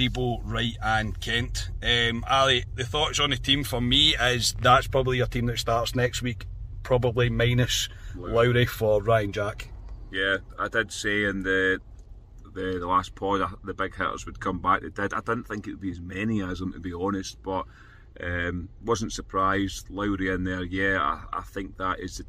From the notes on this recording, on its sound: reaction from the car